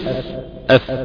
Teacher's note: أصول دي من فوق اللي هي المنبت، إنما الأطراف من الأمام، أطراف الثنايا العليا مع بطن الشفة السفلى · Term: حرف الفاء